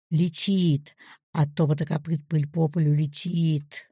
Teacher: Ударение может падать на другое слово, например, летит. И тогда растяжка окажется на нем, а не на пыли.